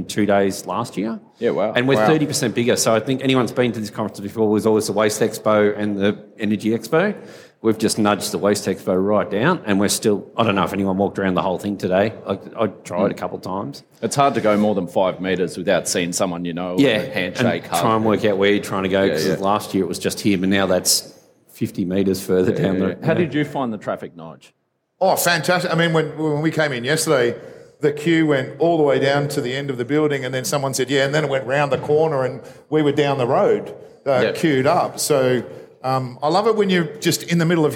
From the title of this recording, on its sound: Live from All Energy Australia